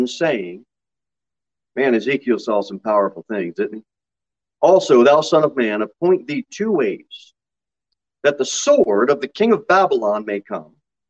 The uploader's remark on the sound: Sermon delivered at Pilgrim Baptist Church on Thursday, June 9, 2022 at 6:15 pm. Jere Whitson Rd.